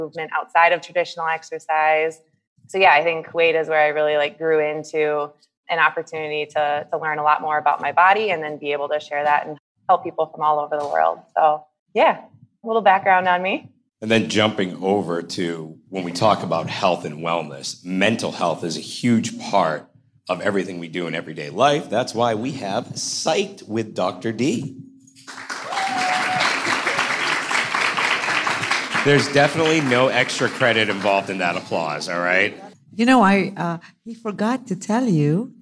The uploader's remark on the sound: Live From AUK! Q&A With The Students!